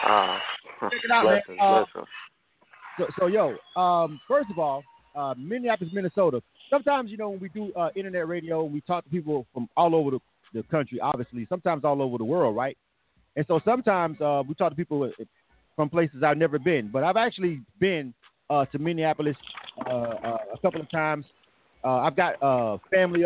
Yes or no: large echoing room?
no